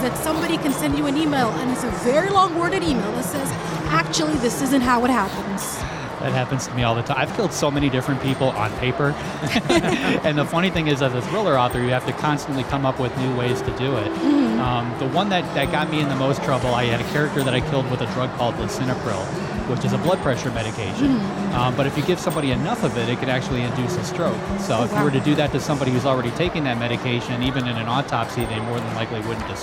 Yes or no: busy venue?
yes